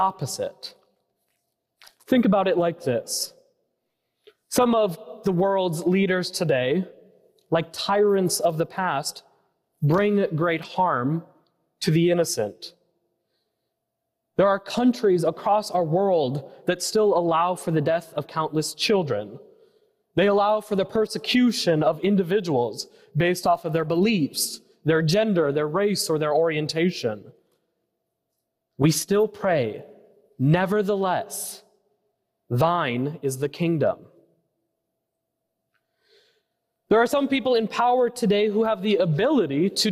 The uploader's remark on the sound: preached at First Presbyterian Church of Allentown, PA on August 27, 2023.